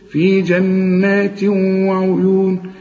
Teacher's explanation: تنوين اللي هو جنات، ده تنوين يجي بعد واو بيحصل إدغام، شوف، وكأن الواو عليها الشدة